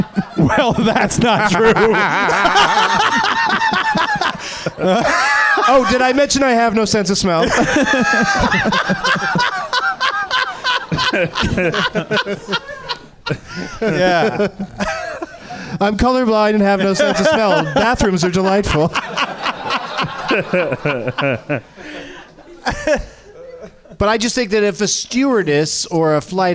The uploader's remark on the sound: Live from the NerdMelt Showroom